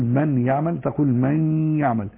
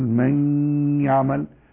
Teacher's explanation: يبقى 50% من الفم و50% من الخيشوم، ولذلك يسمى إدغاما ناقصا